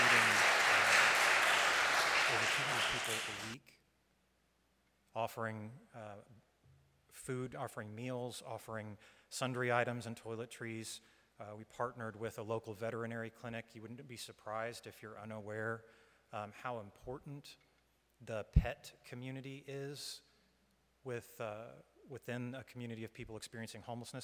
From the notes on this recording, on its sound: Live stream from the sanctuary of Mayflower Congregational UCC Church in Oklahoma City.